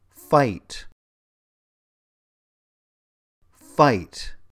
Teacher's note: The I sound in fight is a high vowel, because your tongue is arched toward the roof of your mouth when you say the I sound in fight. Your lips are drawn back and they're wide, so it's an unrounded vowel.